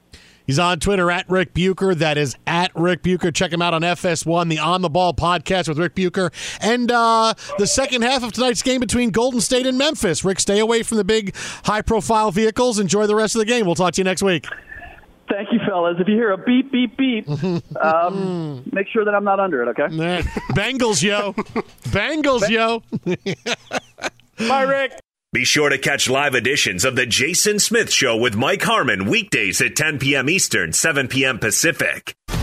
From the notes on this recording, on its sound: phones